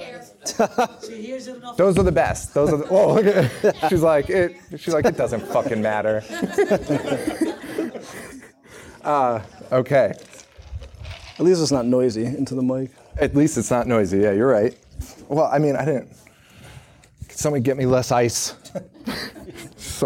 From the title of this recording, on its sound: Live at Salem Horror Fest